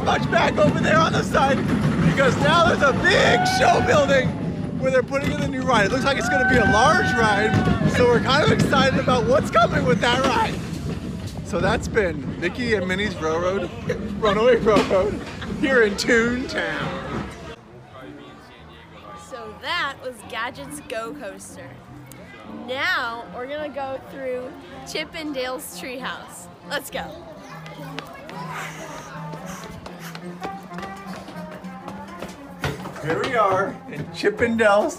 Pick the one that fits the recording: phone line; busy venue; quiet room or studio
busy venue